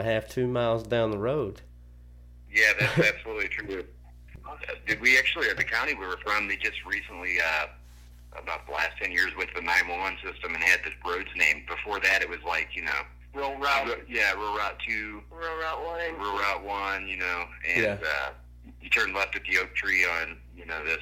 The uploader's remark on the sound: burnt the phone lines